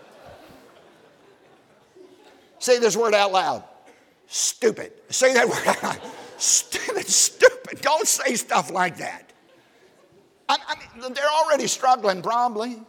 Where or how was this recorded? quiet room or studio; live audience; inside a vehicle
live audience